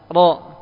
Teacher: Bukan dengan cara dimoncongkan bibirnya. Untuk ditebalkan caranya adalah antum angkat pangkal lidah ke langit atas.